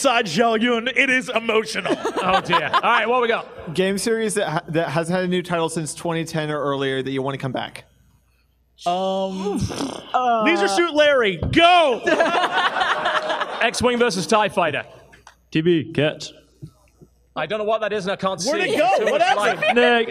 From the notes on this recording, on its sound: Live from MomoCon [strong language]. Live from MomoCon 2017!